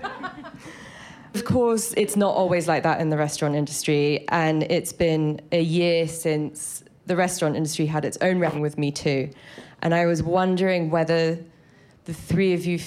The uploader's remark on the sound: Recorded in front of a live audience at the Eaton Hotel—in conjunction with this month’s Women Who Travel meetup.